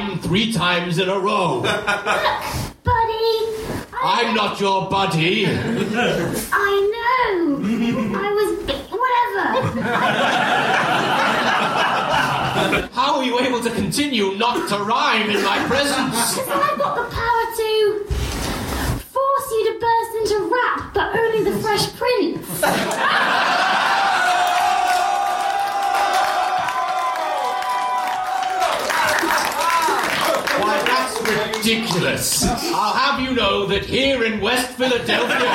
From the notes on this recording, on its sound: Audience suggestions for this episode